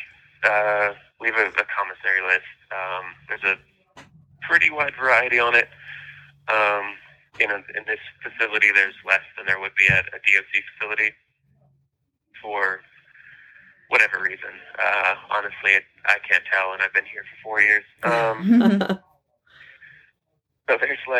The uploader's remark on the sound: Phone interview. Incarcerated friend.